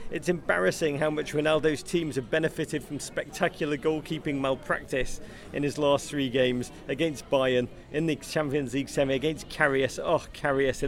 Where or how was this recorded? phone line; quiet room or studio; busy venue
busy venue